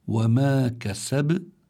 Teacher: كلمة كسب تنتهي بالباء، والباء سكنت لأجل الوقف